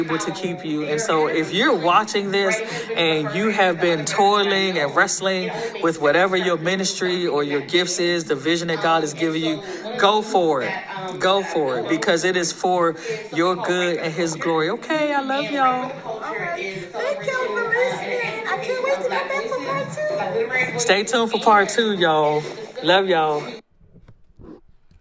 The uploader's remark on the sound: live interview at the 1st Annual Independent Black Author Expo